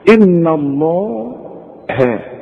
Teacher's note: شوف ان الله ها، اذا مديت شفايفك هتطلع اللام مفخمة صحيحة، وإذا رجعت شفايفك على هيئة ابتسامة هتطلع الهاء مرققة